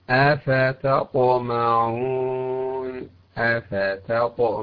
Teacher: فمثلا في قوله تعالى أفتطمعون أفتطمعون ت بعدها طاء، التاء مستفلة مرققة والطاء مستعلية مفخمة